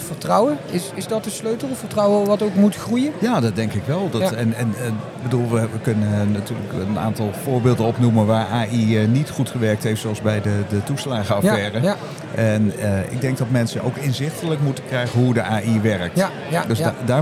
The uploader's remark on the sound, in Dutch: Live vanaf de SURF onderwijsdagen